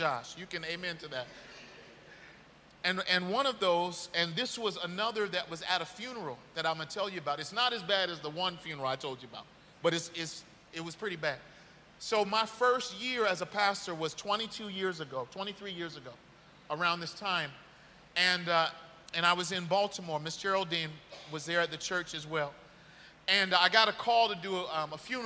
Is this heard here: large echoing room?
yes